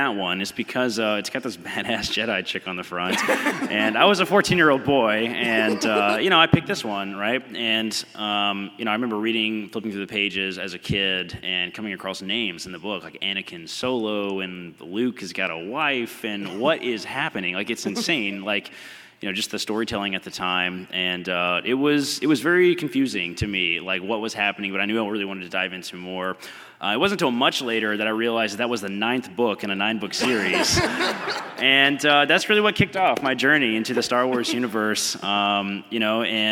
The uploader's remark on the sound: Youtini had the incredible privilege to host a panel at Star Wars Celebration in May 2022. The sound guys were kind enough to help us save the audio which we are now able to share with you. Enjoy this recording of our panel on the Fan Stage at Star Wars Celebration!